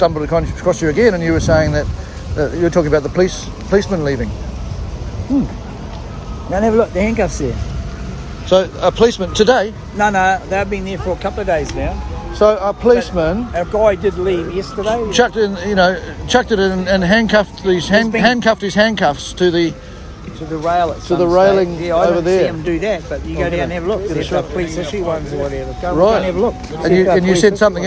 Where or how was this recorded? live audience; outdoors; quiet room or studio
outdoors